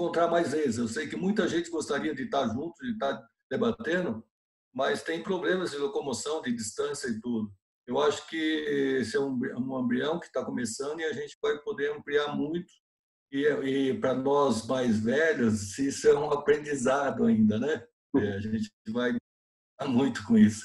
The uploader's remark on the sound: via ZOOM.